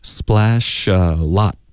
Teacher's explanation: A lot 要连读到前面的 splash， splash alot， lot 的特省略。I liked her in splash alot， I liked